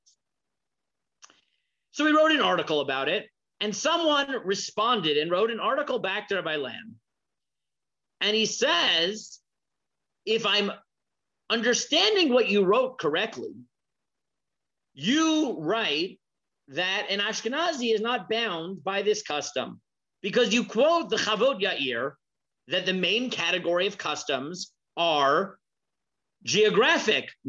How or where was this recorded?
video call